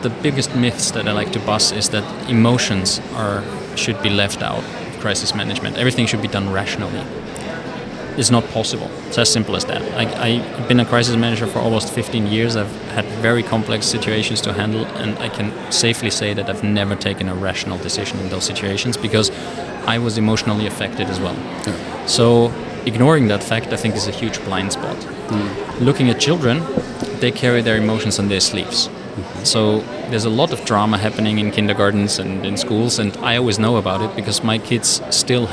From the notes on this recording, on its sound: Live PODcast recording with special guests onsite at #IMEX23 - Live from IMEX Frankfurt. This onsite series features spontaneous conversations with #IMEX23 visitors.